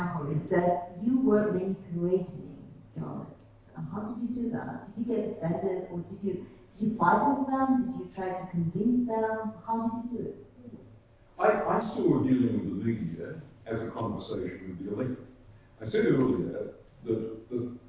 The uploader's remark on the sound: Co-presented with the Australian Press Council as keynote event in the Press Council’s 40th Anniversary International Conference.